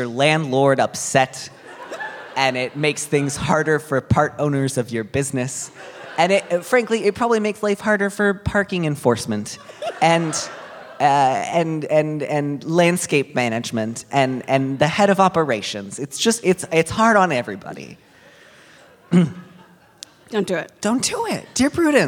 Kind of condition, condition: setting, live audience